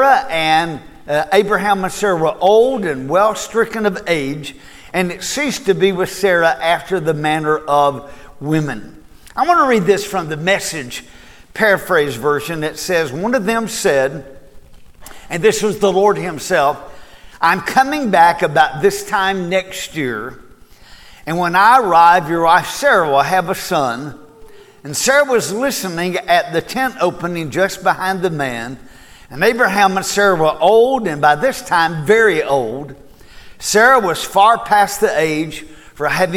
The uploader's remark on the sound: Recorded at Cornerstone Church.